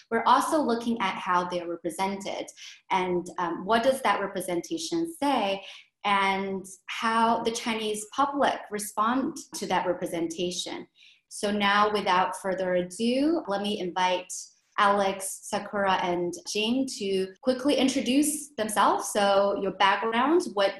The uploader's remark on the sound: The Office of Diversity Initiatives of Shanghai New York University (NYU Shanghai) organized an online panel discussion.